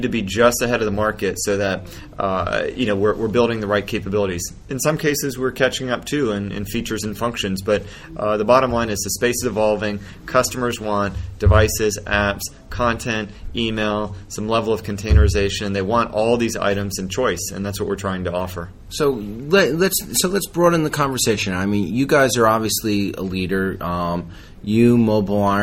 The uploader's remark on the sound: while at the AirWatch Connect Users Conference